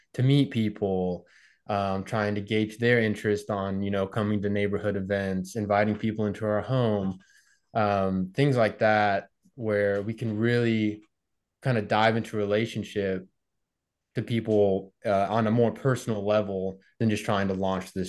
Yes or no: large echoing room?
no